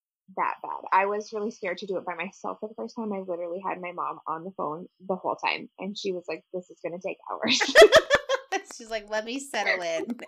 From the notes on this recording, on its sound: We apologize for the poor sound quality of this episode. Computer issues happened, but the conversation was too fun to scrap!